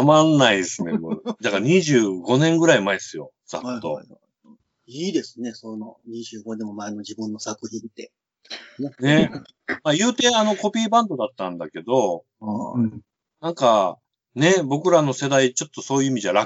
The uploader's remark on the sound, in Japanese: 自粛期間中のオンライン飲み会を収録してみました。酔っ払いのダダ喋り。